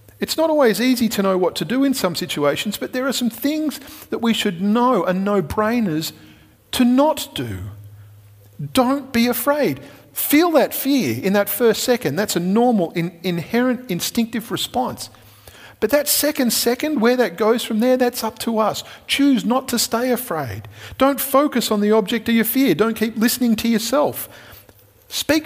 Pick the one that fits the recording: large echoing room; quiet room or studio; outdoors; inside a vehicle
large echoing room